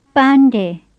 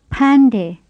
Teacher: The first of them begins with a plain P, and the second with an aspirated P.